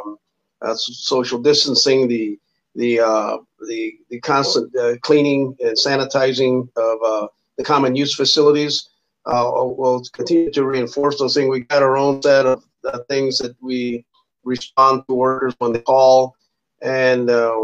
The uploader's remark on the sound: a Facebook Live Event recording